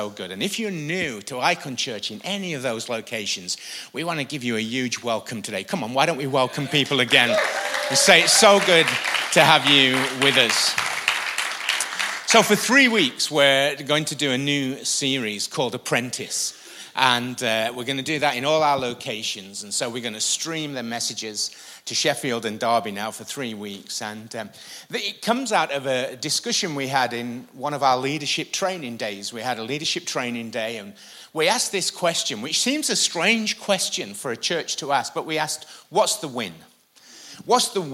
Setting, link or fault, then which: setting, live audience